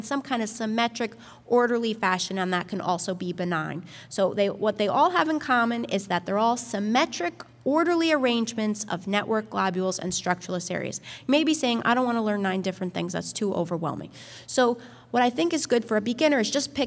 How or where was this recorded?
live audience